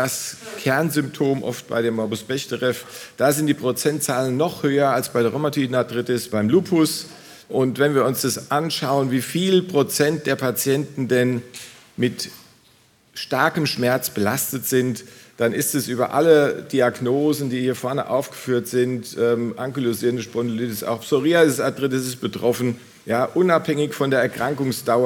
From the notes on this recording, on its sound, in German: Live vom DGRh-Kongress 2023. Interdisziplinäres Symposium vom DGRh 2023. Live vom DGRh-Kongress 2023.